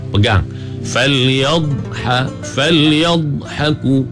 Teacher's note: Di tepi ni pula sengit ke beberapa batang gigi geraham di belah kiri ataupun kanan. Makhraj bagi huruf dh ni, dia memanjang, ada sifat istitalah bagi dh.